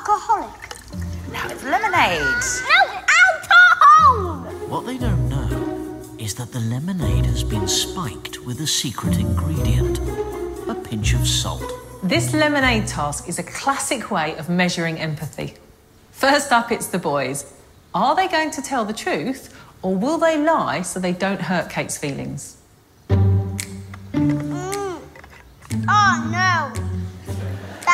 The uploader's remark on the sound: Recorded live at the Tabernacle in London's Notting Hill on 11th March 2019.